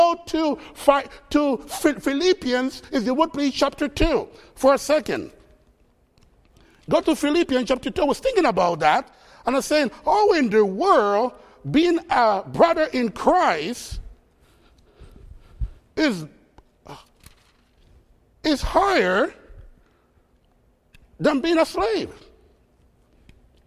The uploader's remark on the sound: Faith Baptist Church in Hamilton, NJ.